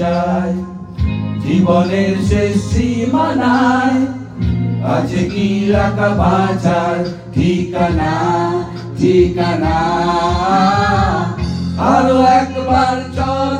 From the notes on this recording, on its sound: audio clippings from that stage performance